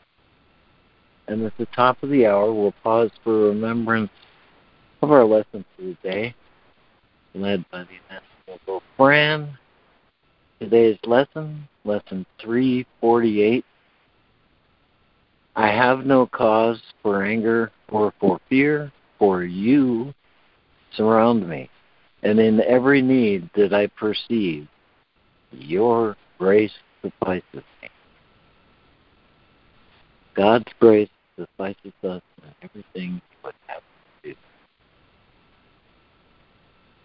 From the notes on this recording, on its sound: ACIM Daily Conference Call